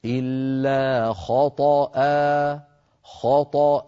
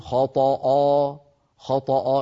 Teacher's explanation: الخاء مفخمة والطاء مفخمة، الهمزة والألف التي بعدها مرققة · Shown in: first take · هكذا: إلا خطأ خطأ، ولا نقول خطأ خطأ، يعني الفم إذا تركناه على هواه فإنه لا يحب الحركة، فإذا قال خطأ يبقى على شكله هكذا مفخم، فتخرج الهمزة والألف التي بعدها مفخمة، وهذا لا يصح.